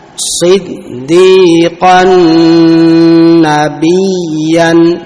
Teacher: Ya yang bertasydid tidak perlu di ghunnah, tidak perlu didengungkan. · Term: Ya bertasydid